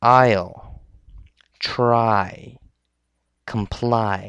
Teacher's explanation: The long I sound is a combination of A and I together. The sound starts with ah and ends with E as an I.